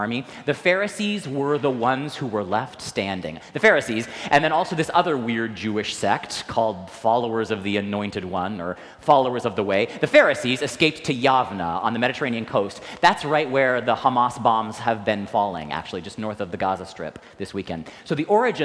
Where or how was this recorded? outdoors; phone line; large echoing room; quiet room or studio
large echoing room